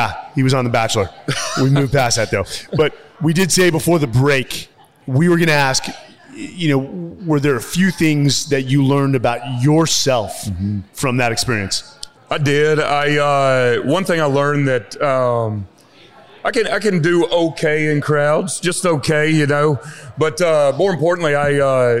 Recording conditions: live audience